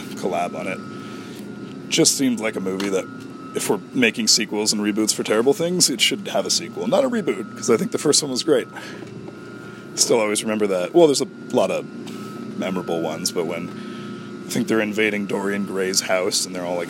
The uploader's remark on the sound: Yes, there is a background noise.